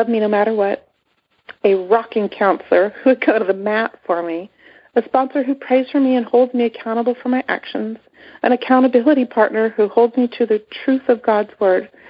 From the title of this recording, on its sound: Monday Noon Phone Speaker Series